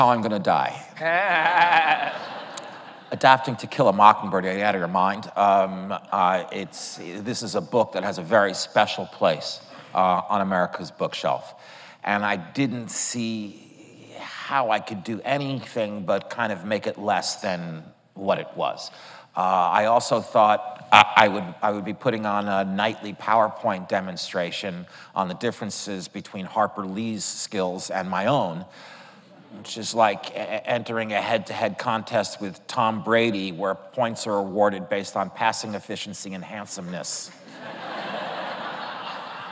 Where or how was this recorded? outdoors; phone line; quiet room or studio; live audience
live audience